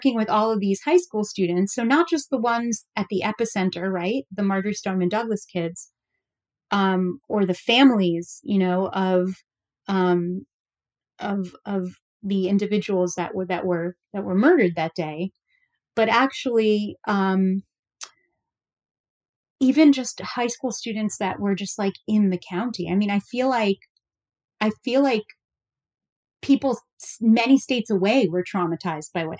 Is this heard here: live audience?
no